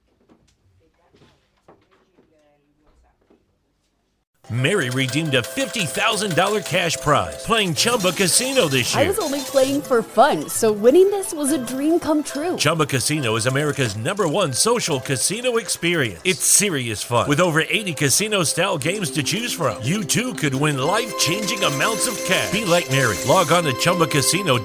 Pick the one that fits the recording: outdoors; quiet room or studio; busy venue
busy venue